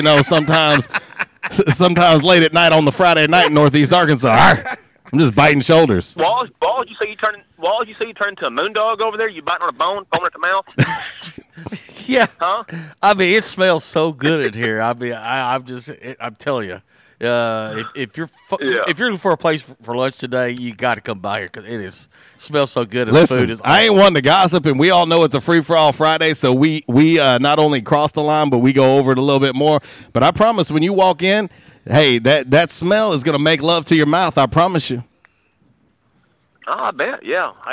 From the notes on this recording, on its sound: a Free For All Friday LIVE from Mabry's Smokehouse!